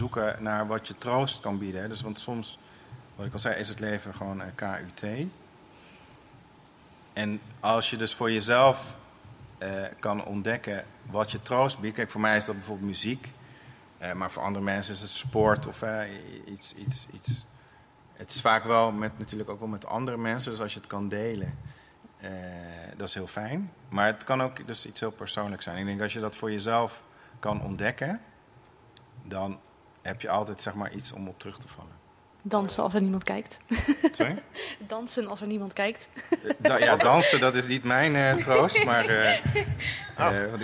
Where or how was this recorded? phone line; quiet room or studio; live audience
live audience